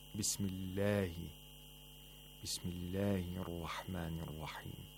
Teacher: The Lam of the Allah is pronounced with tarqiq, with thinness, not with thickness, which would be taghlil, because before the majestic name of Allah, we have a letter with a kasra.